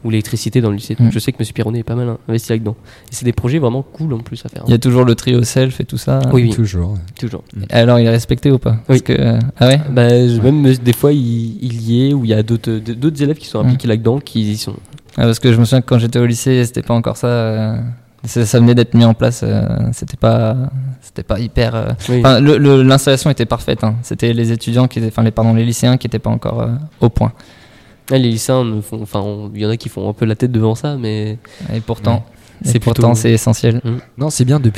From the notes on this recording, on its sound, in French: Interview réalisée en direct samedi 3 février 2018, pendant le Forum de l'orientation du lycée Rémi Belleau.